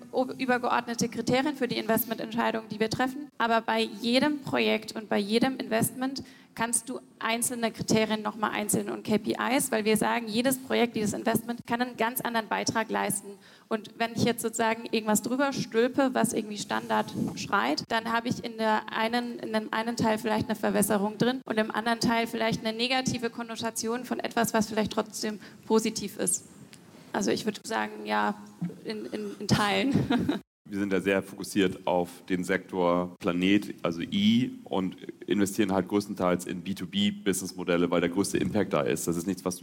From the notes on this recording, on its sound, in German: Diese Episode ist ein Audio-Mitschnitt des gleichnamigen Panels aus dem Payment & Banking Event "Banking Exchange: The BEX Files", das im Juni 2022 in Frankfurt am Main stattfand.